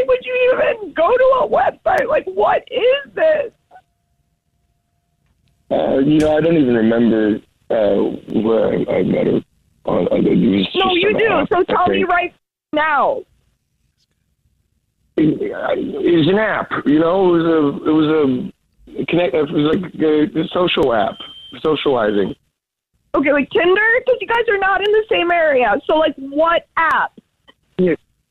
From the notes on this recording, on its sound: War of the Roses is when someone calls The Jubal Show because they think that their partner is cheating so we call them offering services in order to catch them cheating. On the phone today.